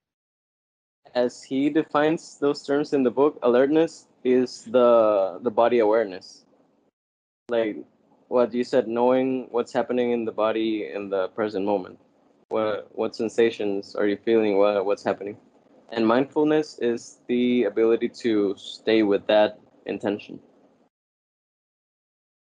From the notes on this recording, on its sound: skype calls